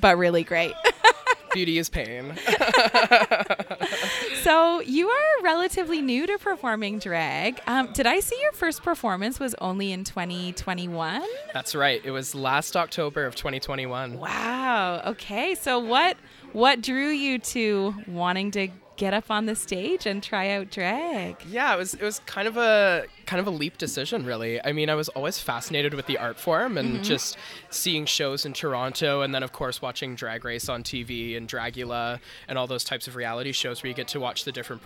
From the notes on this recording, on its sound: Broadcast live from Adventurers Guild in DTK.